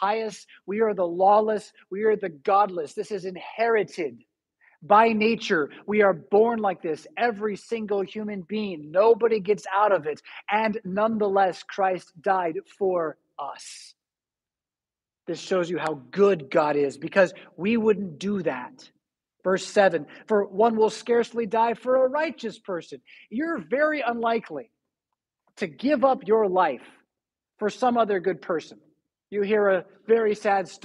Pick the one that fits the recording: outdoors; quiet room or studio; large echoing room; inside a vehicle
large echoing room